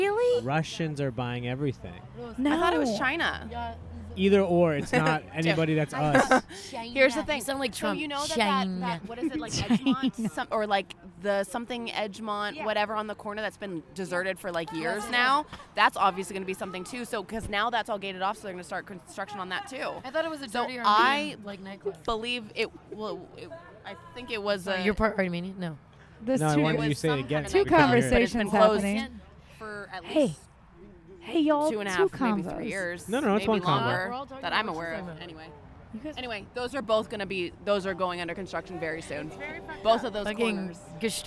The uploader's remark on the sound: Recorded on a rooftop in Los Angeles.